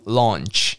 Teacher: 嘴巴圆圆的，然后加一点鼻音